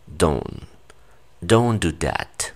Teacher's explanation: Aunque veas que el don tiene hasta la T, ya no se pronuncia. Los nativos normalmente pronuncian hasta la N cuando lo hacen de manera natural.